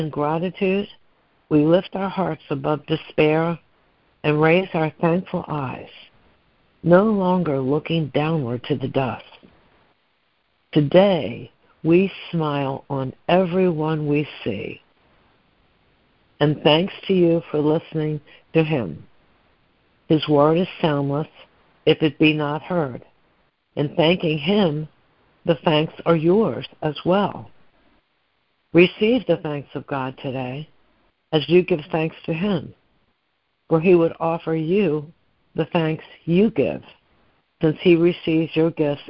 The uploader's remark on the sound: ACIM Daily Conference Call